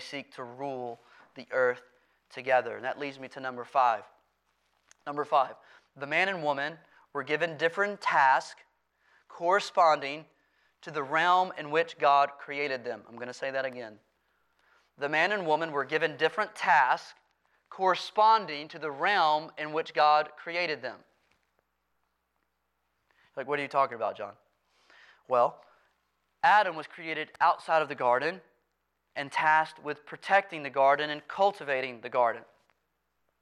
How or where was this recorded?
large echoing room